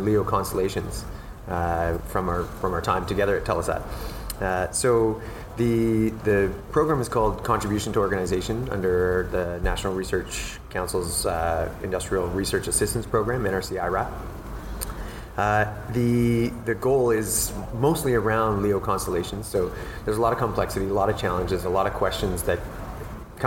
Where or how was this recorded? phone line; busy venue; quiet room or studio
busy venue